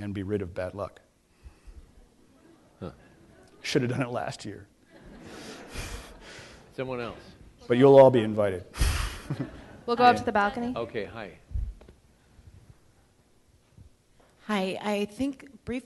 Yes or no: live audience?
yes